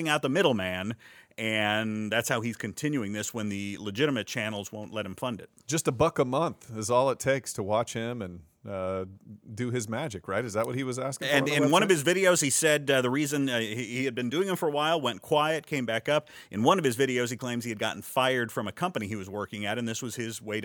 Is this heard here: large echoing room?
no